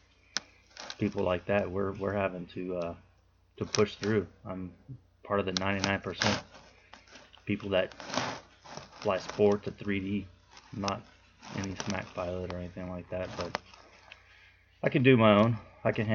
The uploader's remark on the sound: Audio has issues.